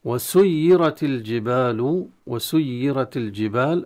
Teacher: سيرت الراء المفتوحة تفخم كما هو في حكم التفخيم وترقيق الراءات، وكلمة الجبال اللام أظهرت عند الجيم والألف مد طبيعي الجبال.